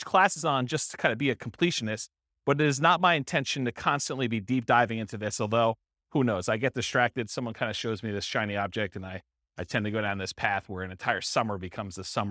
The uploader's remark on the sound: This was a live class recorded